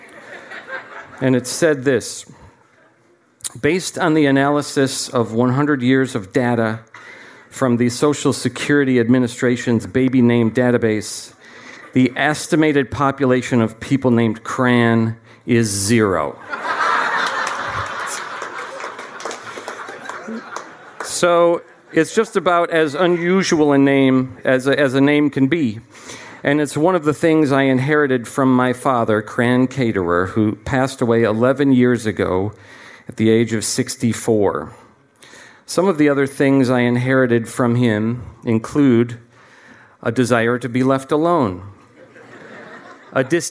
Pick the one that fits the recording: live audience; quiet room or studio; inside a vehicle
live audience